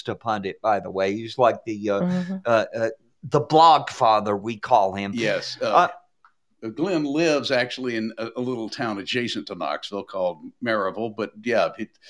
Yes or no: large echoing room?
no